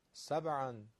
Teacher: حرف ب قلقله داره، مختصر جنبشی که خیلی اگر باشه به حرکت بی انجام غلطه. سبعا در حدی که فقط ب به گوش شنونده برسه.